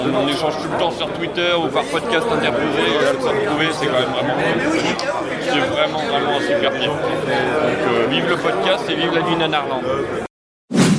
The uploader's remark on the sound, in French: Notre reportage audio de la nuit nanarland. Au programme, des interviews, des cuts que nous avons montés nous même, de la musique et des extraits de la soirée.